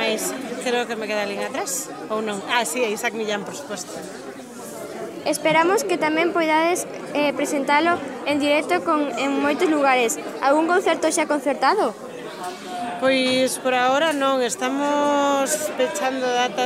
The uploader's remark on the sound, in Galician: Nos trasladamos den directo ao auditorio de Salceda, onde presentaron o seu novo disco, para falar con algunha das súas integrantes e coñecer a opinión do público que asistiu.